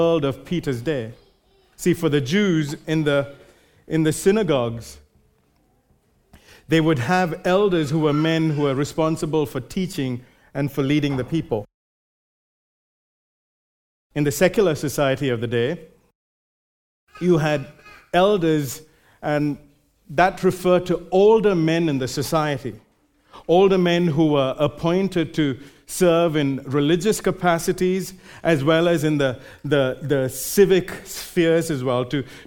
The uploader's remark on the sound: Recorded live at Grace Community Bible Church.